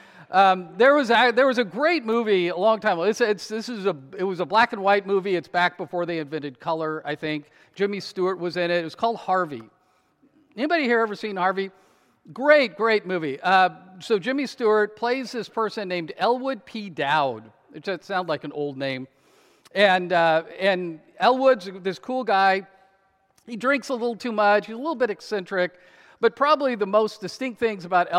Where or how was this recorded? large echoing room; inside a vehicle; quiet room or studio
large echoing room